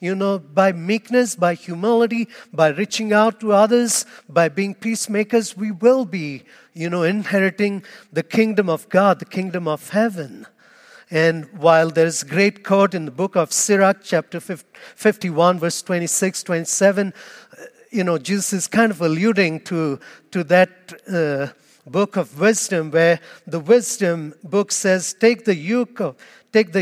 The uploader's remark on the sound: Homily Audio